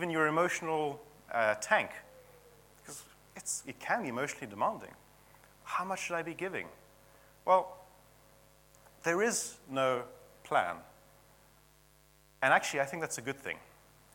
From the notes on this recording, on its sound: at King's Church, Cockermouth